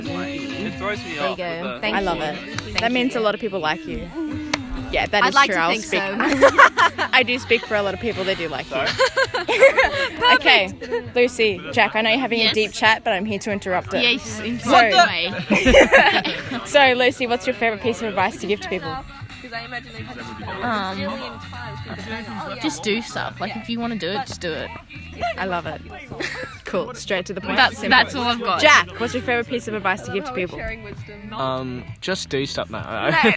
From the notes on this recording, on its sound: Camping edition. They record a random spontaneous tipsy podcast around the campfire.